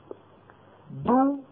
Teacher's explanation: دال متحركة خرجت بالتباعد بين طرفي عضو النطق